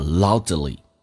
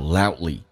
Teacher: D 跟 L 两个辅音在美语当中只用发后面一个，前面去掉气流阻塞一下 · Shown in: second take · 就变成 loudlyloudly。 · Term: 美式发音